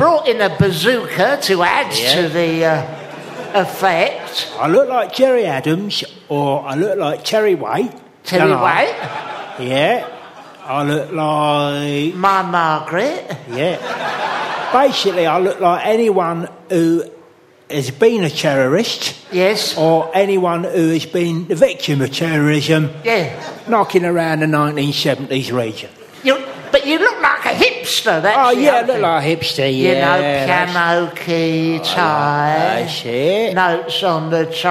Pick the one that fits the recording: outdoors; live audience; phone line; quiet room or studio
live audience